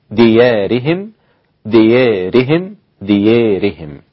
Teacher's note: كلمة ديارهم ممالة عند أبو عمرو والدور الكسائي وقللها ورش، فيصير النطق بها هكذا ديارهم ديارهم، هكذا بالإمالة، وبالتقليل عند ورش ديارهم، وبالفتح ديارهم. يبقى نأخذها بالترتيب، بالفتح ثم التقليل ثم الإمالة